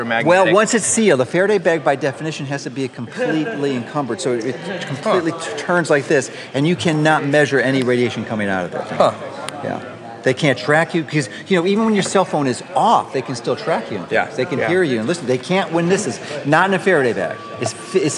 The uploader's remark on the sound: This is a recording from some of my time at the Bulletproof conference.